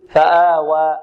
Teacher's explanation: الألف الأخيرة في كلمة فآوى نقول فيها ما قلناه في كلمة الضحى الألف بدون إمالة أو تقليل